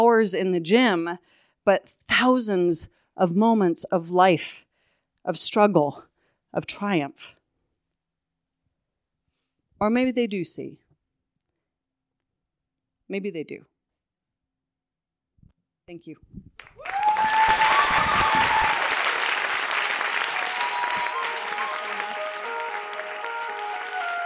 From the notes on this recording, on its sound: told this story live on 20 February 2019 at Buntport Theater